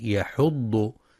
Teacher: وينتبه القارئ لترقيق الحاء في كلمة يحض فلا يفخمها لمجاورتها الضاد